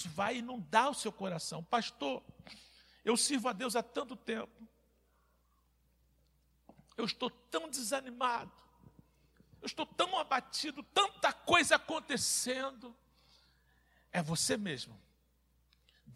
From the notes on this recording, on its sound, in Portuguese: CULTO - AO VIVO